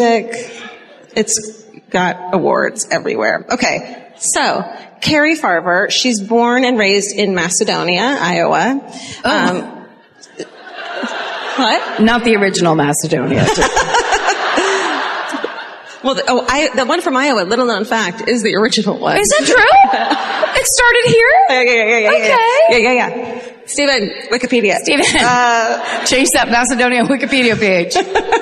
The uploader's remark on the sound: Live at the Orpheum Theater in Omaha